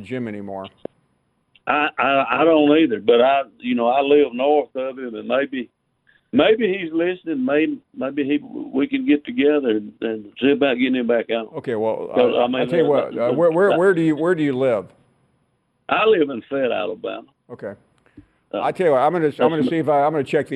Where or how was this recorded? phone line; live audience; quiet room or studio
phone line